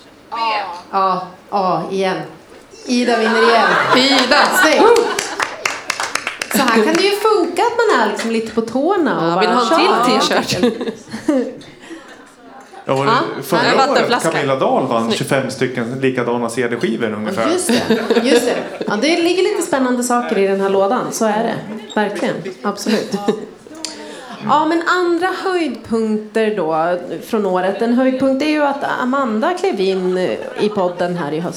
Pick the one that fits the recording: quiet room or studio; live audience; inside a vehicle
live audience